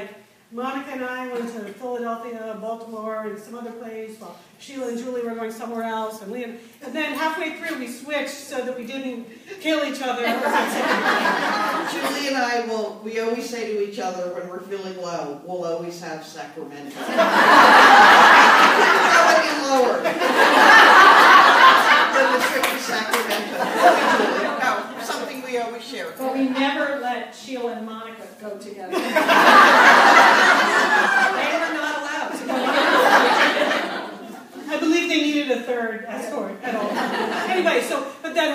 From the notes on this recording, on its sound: LIVE in Santa Monica 2017. This podcast is the live audio from the Satellite Sisters appearance at the Santa Monica Public Library. Take questions from the live audience.